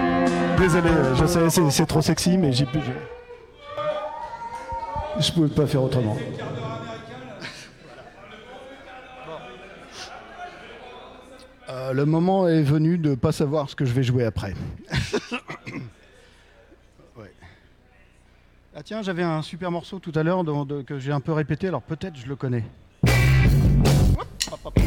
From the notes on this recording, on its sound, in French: Captation du concert. Au théâtre des 2 Rives, à Rouen, pendant l'occupation par le collectif Cultures en Lutte. Les instrus sont des midis joués par le téléphone.